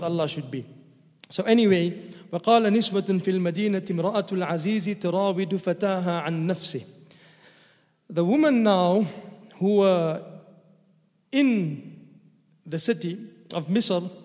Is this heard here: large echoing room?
yes